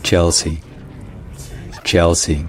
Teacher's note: il y a l'accent tonique sur la première syllabe et également que le L, c'est ce qu'on appelle un dark L en anglais. Bon, c'est un petit peu différent, mais ce n'est pas très différent non plus.